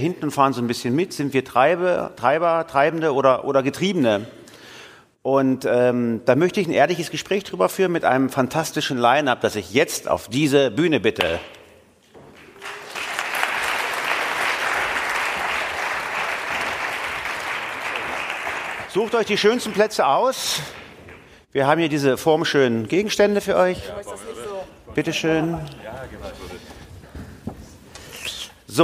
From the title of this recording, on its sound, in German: Live vom BAM! Bock auf Morgen Festival 23